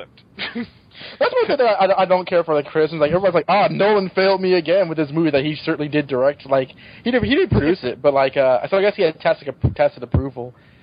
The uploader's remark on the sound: Live Callers